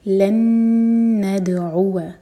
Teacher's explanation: لن یہ ہے ادغام غنہ کے ساتھ، تو نون کو ہولڈ کریں گے، دال پر قلقلہ